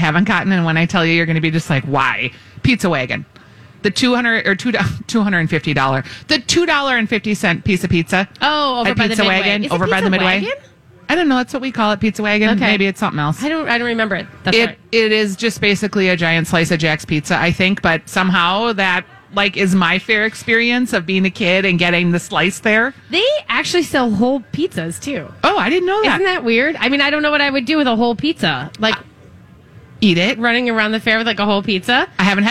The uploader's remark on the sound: Live at the MN State Fair. State Fair Saturday.